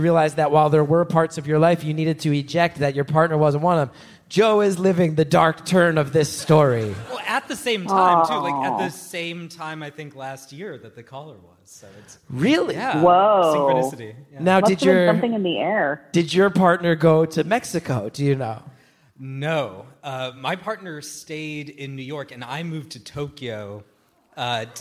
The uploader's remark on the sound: Live from Beaut/Con. A man from the live Beaut/Con audience joins onstage.